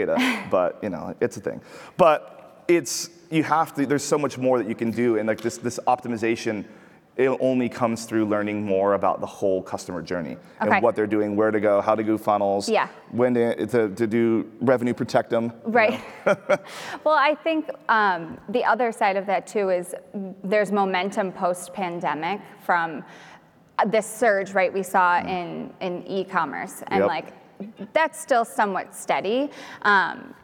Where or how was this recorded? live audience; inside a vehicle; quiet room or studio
live audience